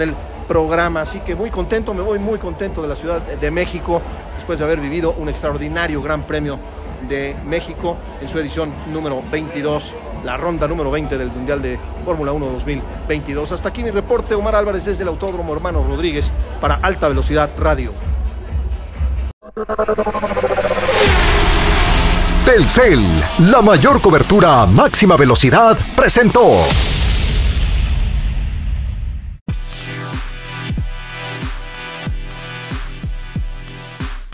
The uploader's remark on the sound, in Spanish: También platicamos en vivo desde el autódromo.